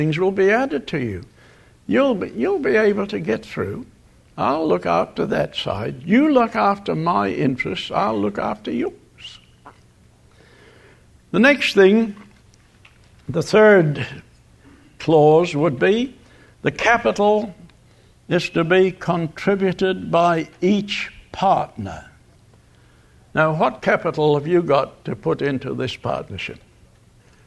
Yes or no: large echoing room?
yes